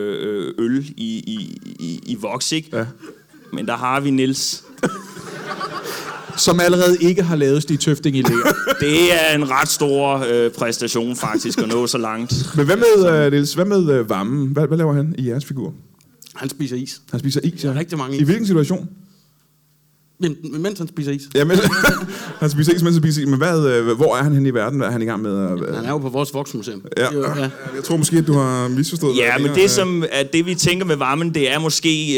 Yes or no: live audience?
yes